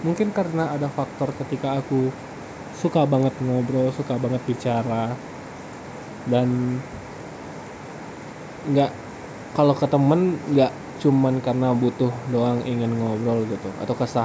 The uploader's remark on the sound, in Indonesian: Maaf suara hujannya gede yah.